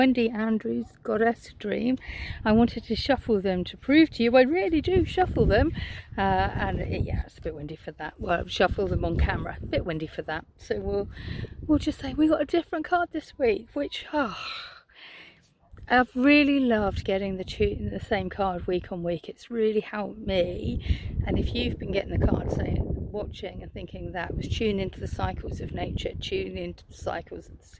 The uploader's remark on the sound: Taking some beautiful rest time in nature this week, so this weeks video comes to you from a beautiful vista.